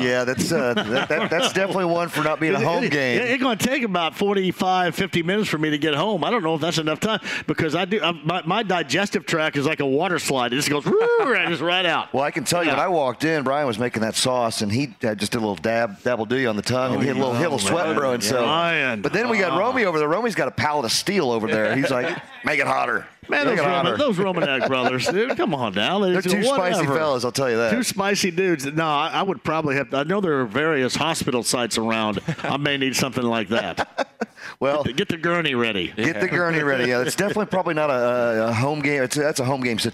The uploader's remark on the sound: kicks off the show LIVE from Crafters in Carmel